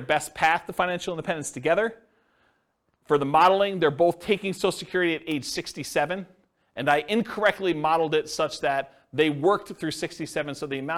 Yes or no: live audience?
yes